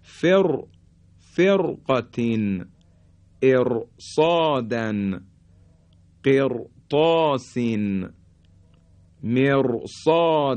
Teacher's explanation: بعد از را ساکن یکی از حروف استعلا اومده، در اینجا دیگه باز حرف را تفخیم میشه